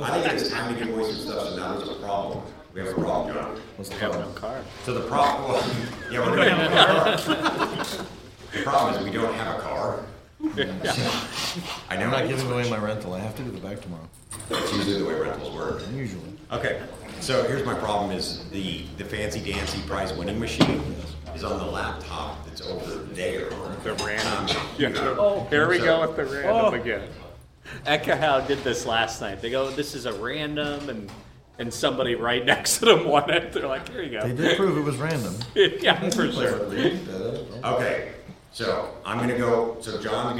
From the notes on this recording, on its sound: Went live at WLPC 2024. No Longer Live At WLPC 2024. For those who attempted to listen to the remote stream live, this should be a lot better, as the microphone audio wasn't all carrying over through to the stream.